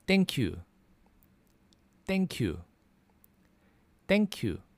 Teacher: because there isn't really a TH sound in the Korean language, it comes off as this, what we call the sang digut. Sang is like the double or the twin, and digut is that sound, the D sound.